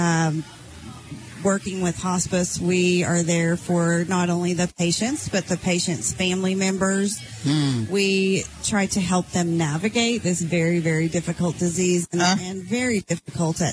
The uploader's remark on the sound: LIVE Remote at The Santa Market! We are very ready to start our holiday shopping at Santa’s Market, where we will be doing a live remote this Saturday.